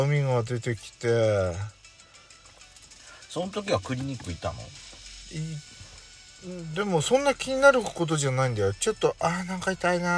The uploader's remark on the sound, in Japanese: パーキング収録。